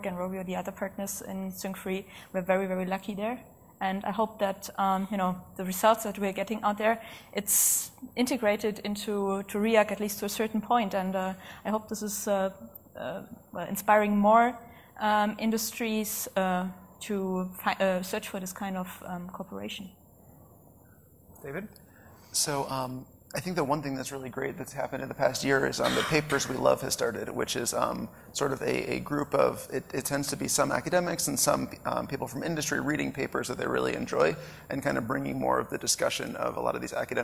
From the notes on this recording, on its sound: Live at RICON, 2014.